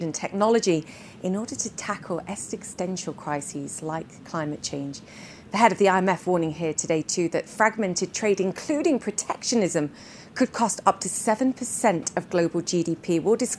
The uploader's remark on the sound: Today's show comes to you live from the World Economic Forum in Davos, Switzerland - the first in-person WEF since the pandemic began.